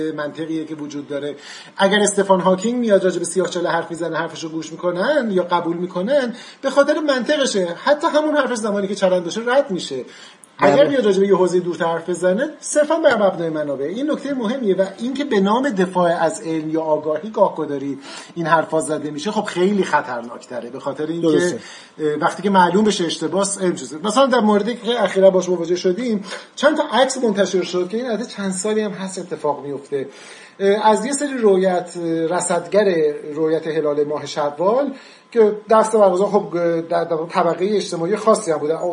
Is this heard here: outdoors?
no